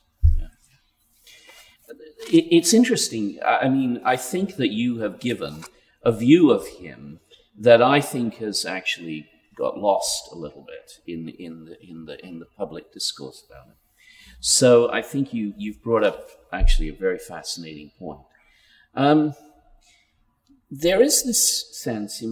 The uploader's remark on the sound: A conversation held at Timothy Eaton Memorial Church in Toronto